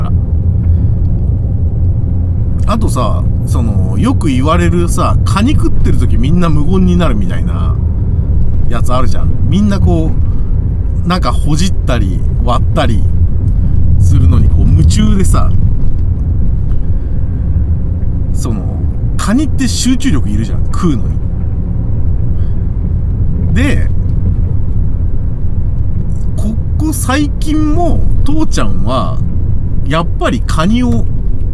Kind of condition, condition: setting, inside a vehicle